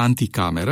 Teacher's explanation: Cuvântul ar fi trebuit să conțină elementul latinesc ante, adică înainte, dar acesta s-a format în anti ca urmare a tendinței limbilor romanice de închidere a vocalelor neaccentuate. Astfel, e neaccentuat, care este o vocală mai deschisă, s-a transformat în i, care este mai închis